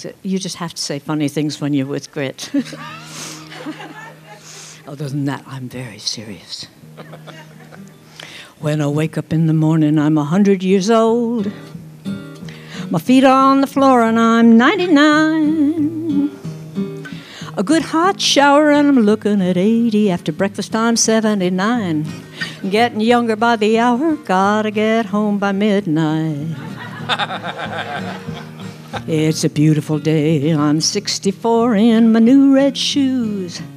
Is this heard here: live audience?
yes